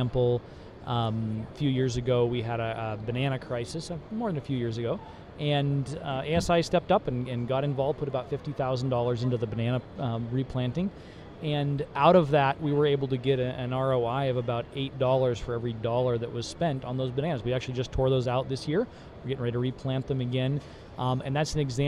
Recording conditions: busy venue